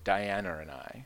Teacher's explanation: if you're ending a word in A and starting the next word with a vowel, you put an R sound at the end of the first word